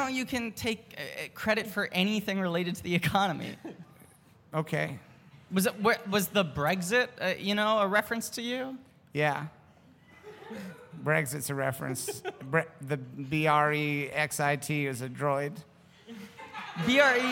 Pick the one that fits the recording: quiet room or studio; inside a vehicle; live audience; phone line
live audience